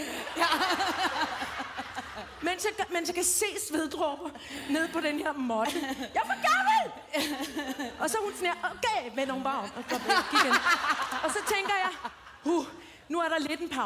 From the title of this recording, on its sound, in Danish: Live fra Skanderborg!